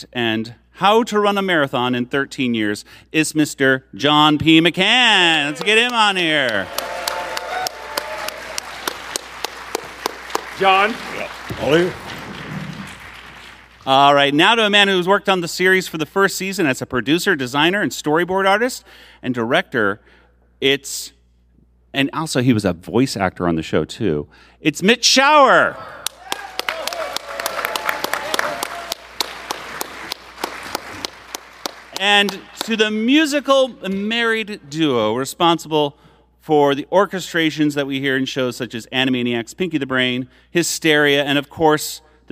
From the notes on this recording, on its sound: Freakazoid Panel from WonderCon 2023! Panel audio from WonderCon 2023.